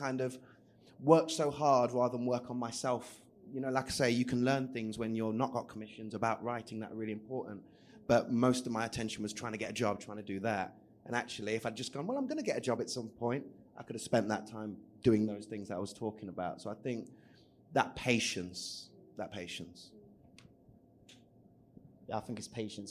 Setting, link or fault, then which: setting, live audience